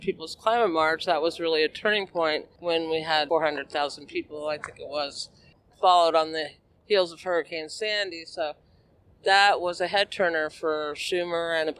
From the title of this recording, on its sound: Voices from the Sept. 17 End Fossil Fuels Climate March